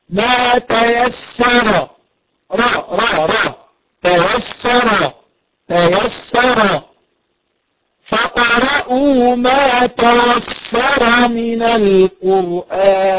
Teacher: الراء مفخمة في حفص إذا كانت مفتوحة دائما، فلا تقل ما تيسر، تمام؟